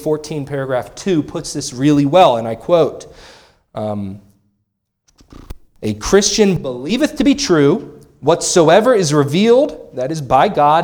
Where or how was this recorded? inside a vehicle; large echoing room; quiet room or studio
large echoing room